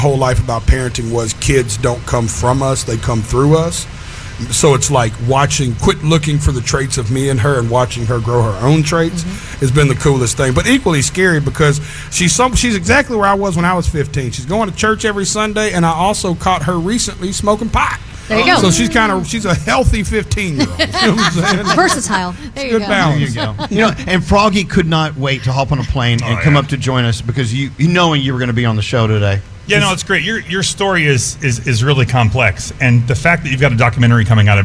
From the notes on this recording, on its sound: Stopped by our live broadcast at the Intrepid Museum.